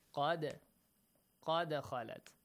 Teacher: You have to bounce the letter dal, so make sure it bounces, okay? Tickle it. · Term: Qalqala